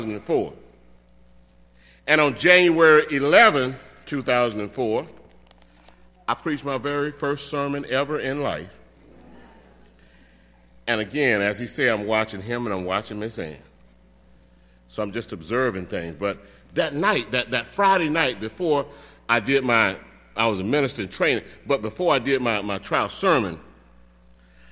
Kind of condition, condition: setting, large echoing room